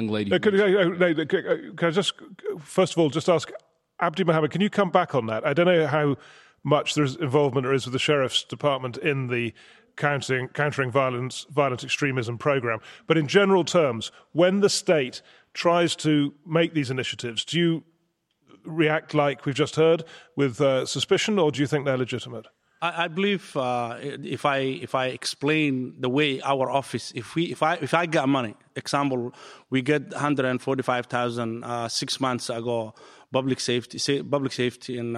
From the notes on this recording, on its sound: In front of a live audience